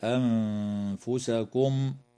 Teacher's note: وتخفى النون الساكنة عند الفاء مع الغنة مرققة في كلمة أنفسكم.